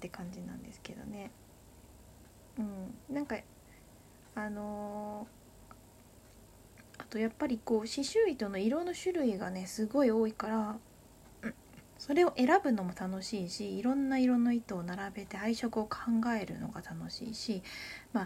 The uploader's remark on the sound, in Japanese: From Radiotalk。かなりノイズが入ってしまっていてごめんなさい。